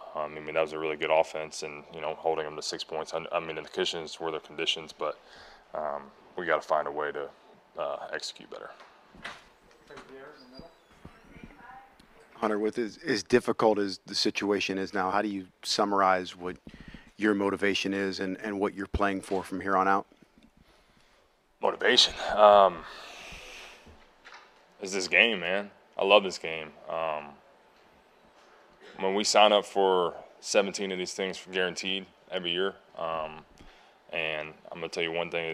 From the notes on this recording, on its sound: Addresses the media during his postgame press conference. At Gillette Stadium.